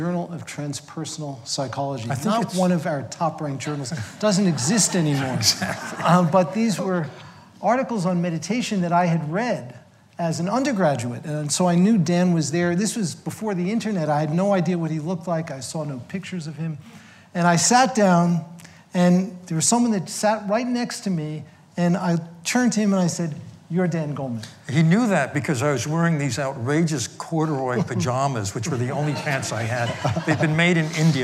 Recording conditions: live audience